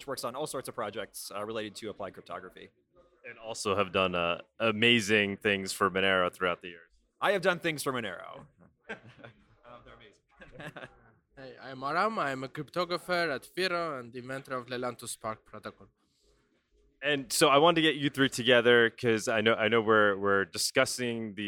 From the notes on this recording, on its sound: LIVE at MoneroKon23. From MoneroKon23 in Paralelni Polis, Prague!